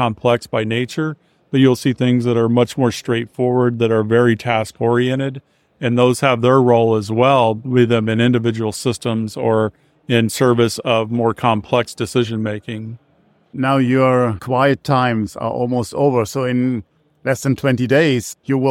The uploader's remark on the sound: Live from Intergeo. At the Intergeo 2023 in Berlin.